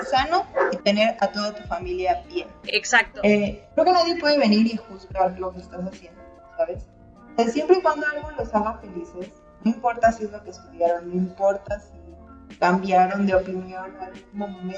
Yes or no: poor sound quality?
yes